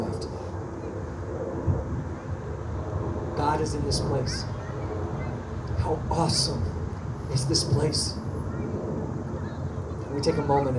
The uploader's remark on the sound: Outdoor Baptisms. We apologize for the audio as we were outside and dealing with some technical difficulties.